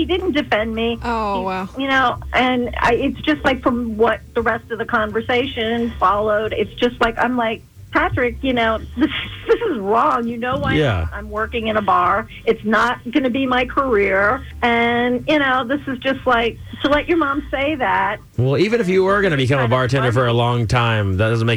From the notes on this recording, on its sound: get her on the phone